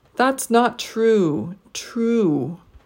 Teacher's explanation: In the first group, each of the one syllable words will be stressed. The last word will get a pitch jump, but we'll also need a pitch drop. So we're going to stretch out the last word a bit and it's going to go up and then down.